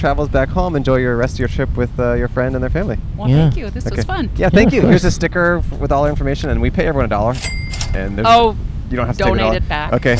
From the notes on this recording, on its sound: Recorded 11/6/22 on the Kapaa Beach Bike Path in Hawaii.